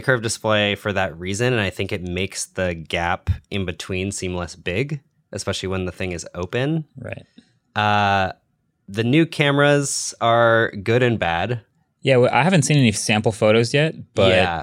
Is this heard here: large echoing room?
no